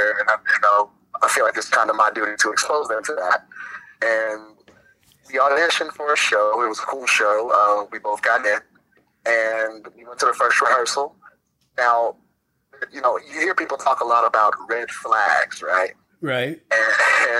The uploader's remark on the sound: take a phone call from an upset parent